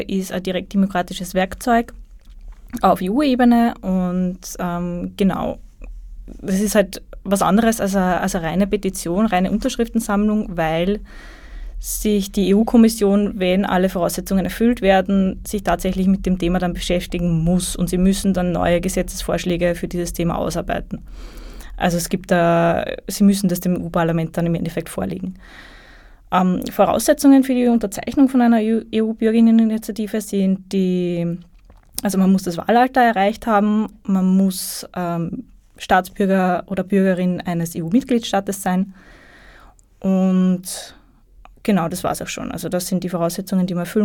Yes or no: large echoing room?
no